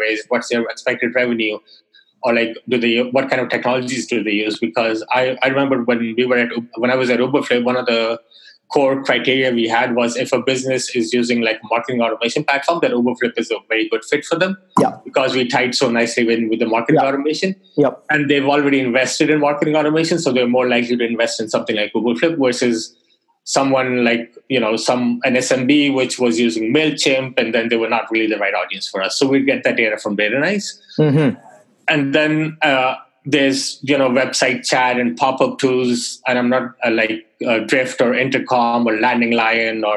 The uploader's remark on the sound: Webinar Audio. This is the audio of a webinar I did with LeadSift .